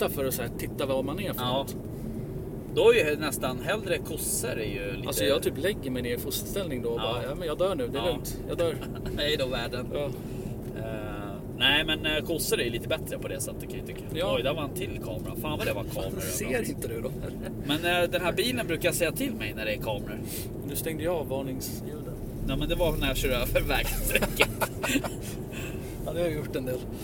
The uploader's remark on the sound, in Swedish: Glömmer att ta med sin inspelnings grej. Spelar in via mobilen : Så ljudnivån kan vara lite svajig.